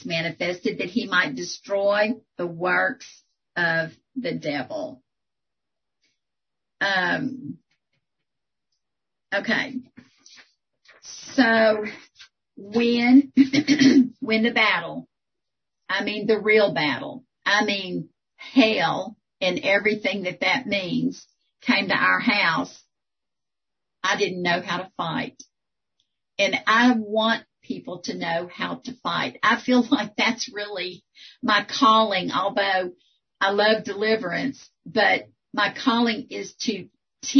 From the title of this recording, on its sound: 2021 April Zoom Meeting